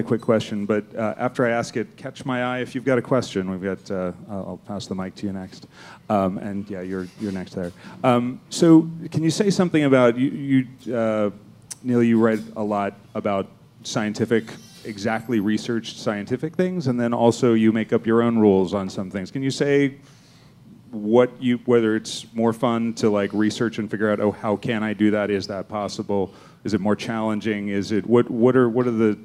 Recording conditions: busy venue